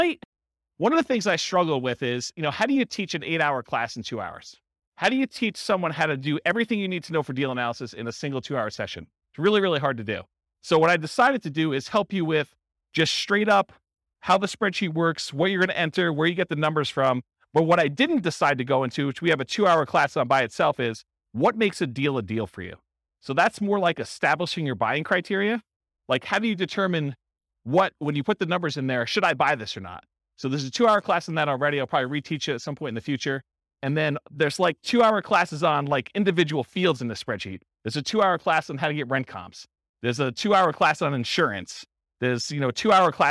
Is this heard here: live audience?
yes